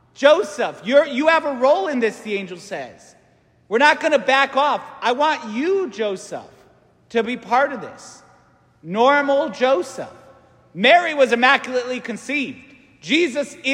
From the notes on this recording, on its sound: St Francis Catholic parish homily